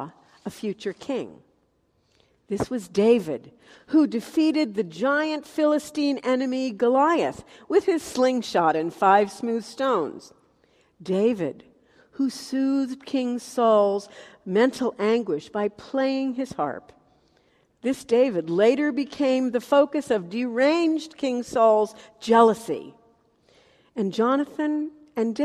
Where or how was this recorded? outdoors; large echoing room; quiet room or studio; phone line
large echoing room